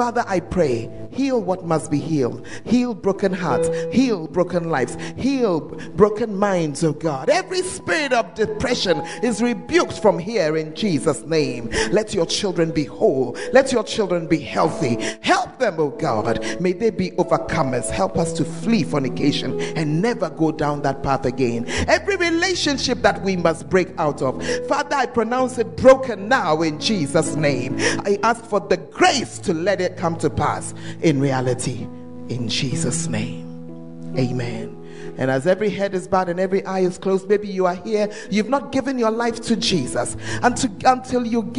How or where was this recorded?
large echoing room